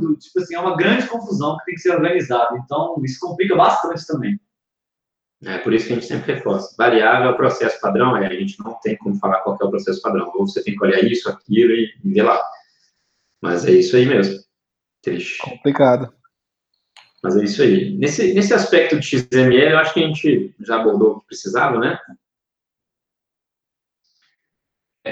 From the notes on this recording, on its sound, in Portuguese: Conteúdo produzido originalmente como webinar ao vivo da iugu